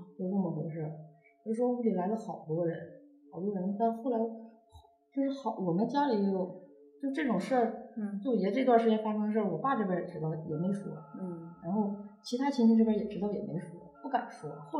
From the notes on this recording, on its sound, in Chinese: 由于现场录音环境比较空旷所以效果一般